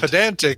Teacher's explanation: You obviously put the emphasis on the middle syllable